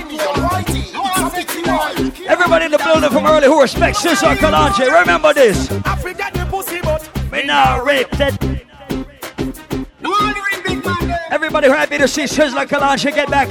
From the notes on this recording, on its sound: LIVE AT ISLAND SATURDAYS ON OCTOBER 22ND. LIVE AUDIO.